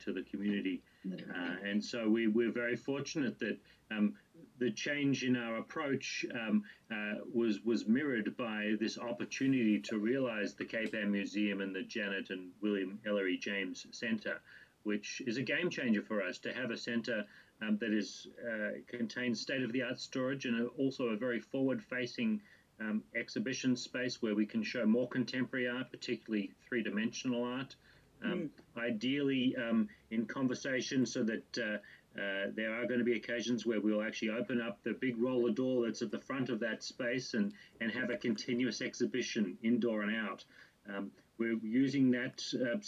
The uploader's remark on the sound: I conducted the interview via Zoom, so please forgive the occasional artifact or mouse click - I’m still trying to figure out some of this technology stuff.